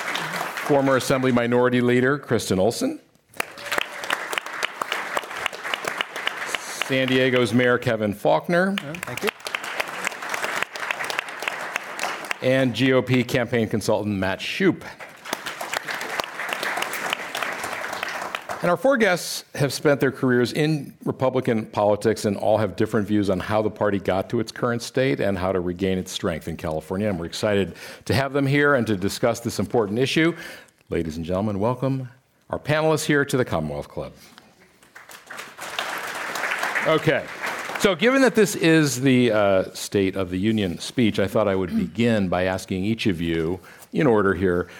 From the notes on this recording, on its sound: This program was recorded in front of a live audience at The Commonwealth Club in San Francisco on February 6th, 2019.